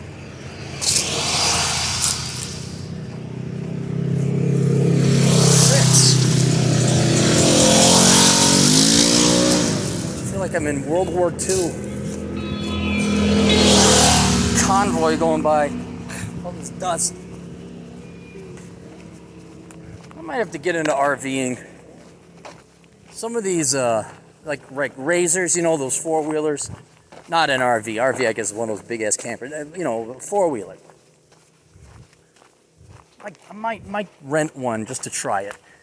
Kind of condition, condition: setting, outdoors